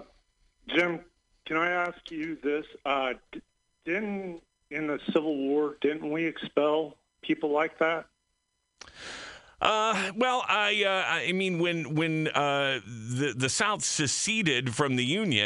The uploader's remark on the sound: listeners call